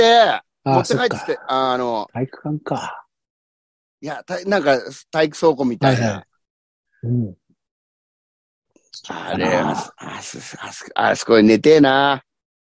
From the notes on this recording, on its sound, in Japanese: ZOOMで収録。